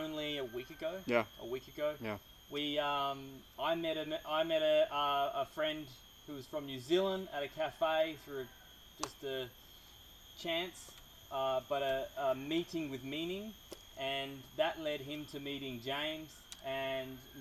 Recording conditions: sounds in the background